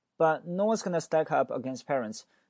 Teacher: 但是它的 t 是不发音的。But no one's gonna stack up against parents.那个 but 直接没有 t